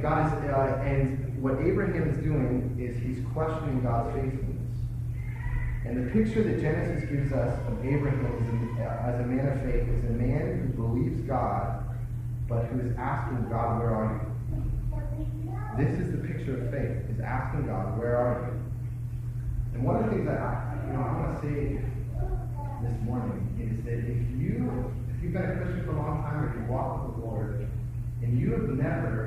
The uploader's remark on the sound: We apologize for the poor quality of the recording on this sermon.